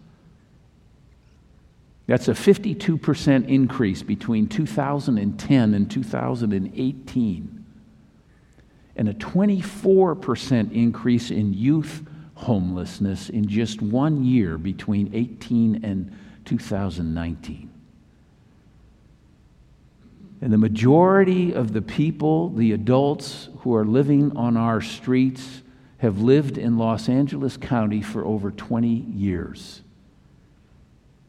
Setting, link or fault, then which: setting, large echoing room